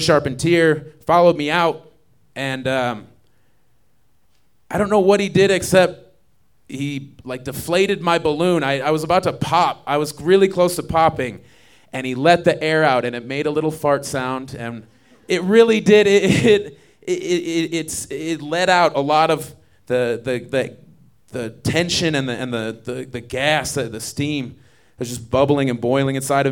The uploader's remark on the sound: recorded live at Buntport Theater on October 15, 2014